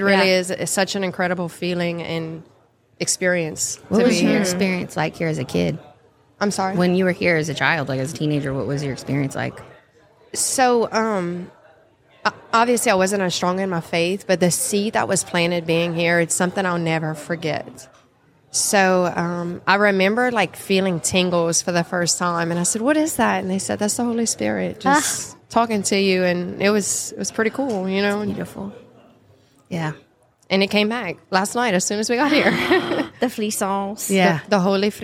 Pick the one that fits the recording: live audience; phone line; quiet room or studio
live audience